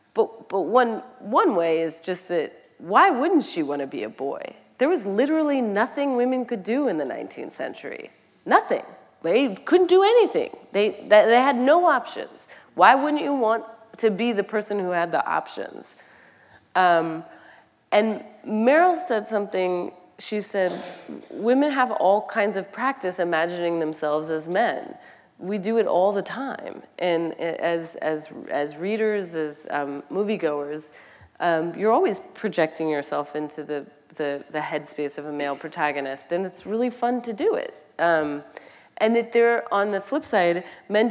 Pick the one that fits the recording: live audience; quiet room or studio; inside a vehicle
live audience